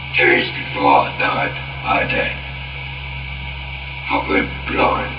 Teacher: Tests with a laryngograph indicated that the voice was using … false vocal folds, not by the larynx as in usual speech.